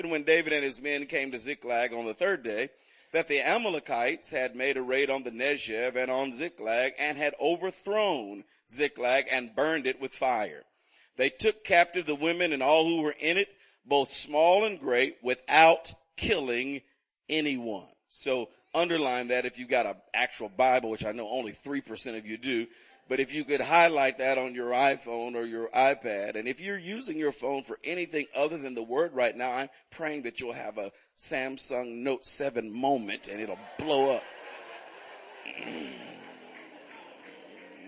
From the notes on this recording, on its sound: Recorded on 2016-10-23 at the 08:30am Service, also the 3rd day of PT's 2016 Fall Conference.